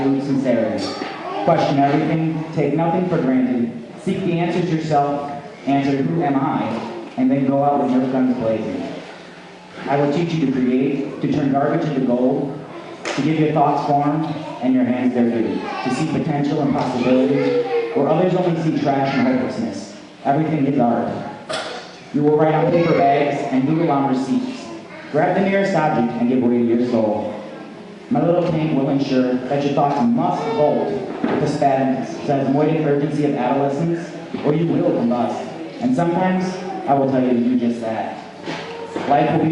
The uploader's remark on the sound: Open Mic Night at the Harbor Playhouse Theatre in Ashtabula, OH.